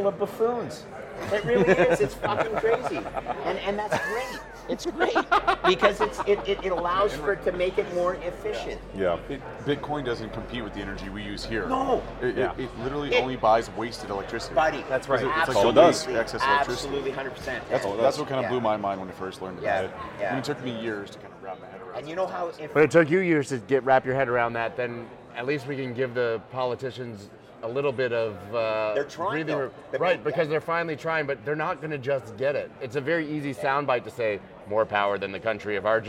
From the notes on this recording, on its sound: We sat down at Bitcoin Miami